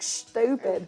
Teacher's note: There's like a slight shush in there, like stupid.